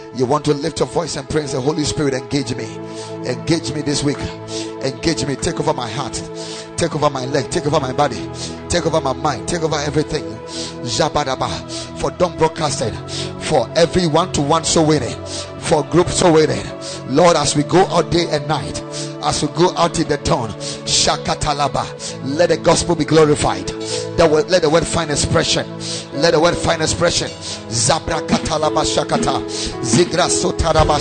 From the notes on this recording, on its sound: Preached at Ekklesia Chapel